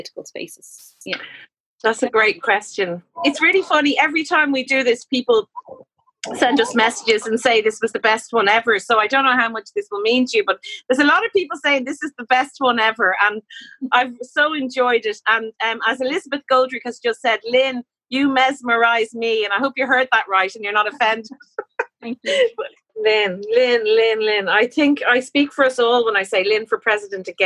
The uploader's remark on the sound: An audience of over 150 joined us on Zoom